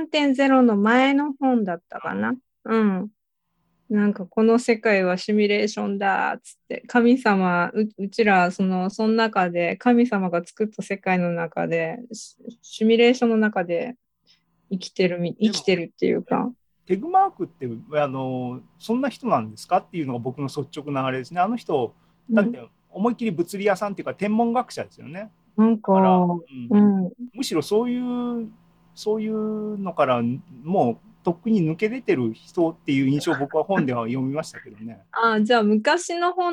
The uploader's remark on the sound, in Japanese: ２０２２年６月２９日に開催した ZOOMライブの模様です